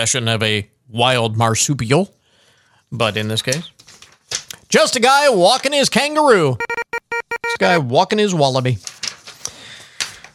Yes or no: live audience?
no